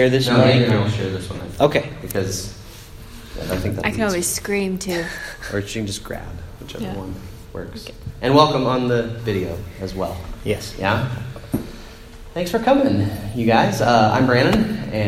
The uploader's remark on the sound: Recorded live and the Indana Convention Center at the General Assembly of the Church of the Nazarene.